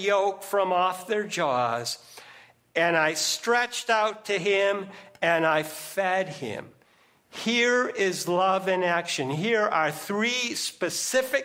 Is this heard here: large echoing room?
yes